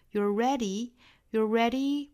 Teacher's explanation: 这个 you 和 are 之间的缩约呢，就变成了 your，相当于是有一个小小的卷舌卷度了